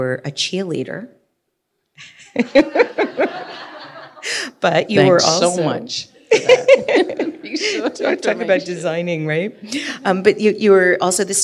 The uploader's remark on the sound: live on stage